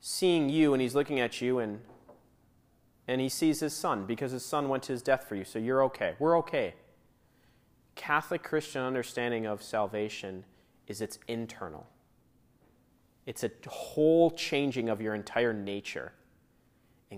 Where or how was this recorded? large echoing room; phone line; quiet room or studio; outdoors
large echoing room